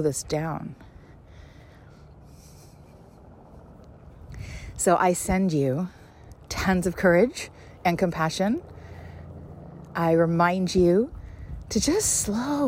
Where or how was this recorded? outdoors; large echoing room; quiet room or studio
outdoors